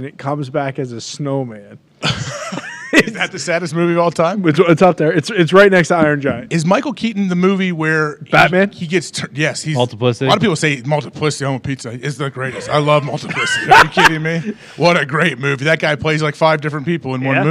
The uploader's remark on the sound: LIVE From The ThunderDome. Live from Eugene, Oregon and the set of College GameDay.